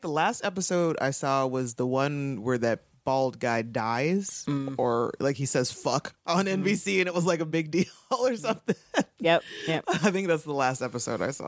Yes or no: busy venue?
no